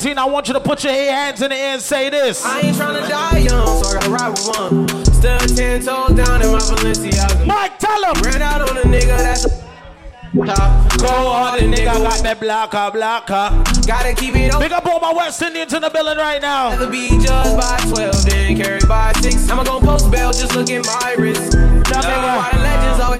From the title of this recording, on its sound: LIVE At 2uesdaze New Years Day